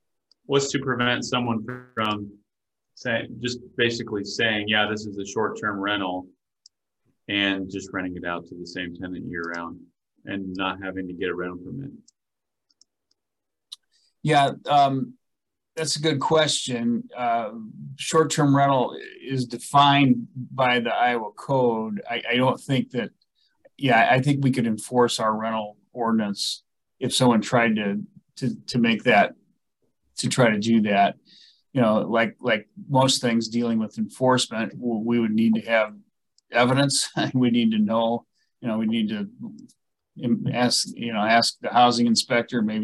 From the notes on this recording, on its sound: University Heights City Council Meeting. Was held on Zoom.